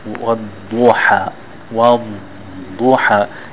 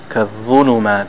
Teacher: And the dhad and the law, the dhad is from the side of the tongue, and the dha, zulumat, is from the tip of the tongue